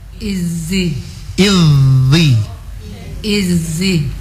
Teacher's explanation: hilangkan sofir yang masih melekat pada huruf zal